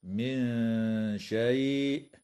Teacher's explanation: وتخفى عند الشين مع الغنة مرققة